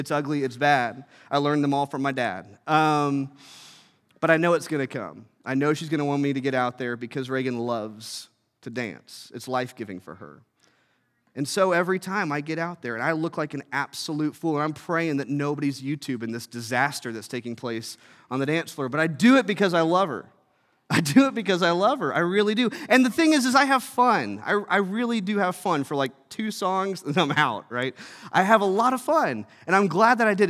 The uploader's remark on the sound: From our Thrive family service in Asbury Hall at 9:30 A.